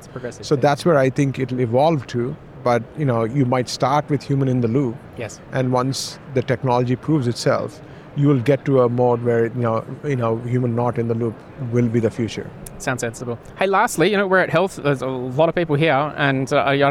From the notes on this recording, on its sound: HLTH 2023 Las Vegas. Attends HLTH 2023 in Las Vegas with over 10,000 attendees. Episode recorded at HLTH.